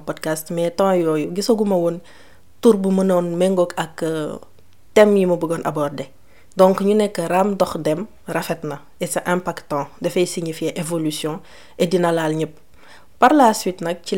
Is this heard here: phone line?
no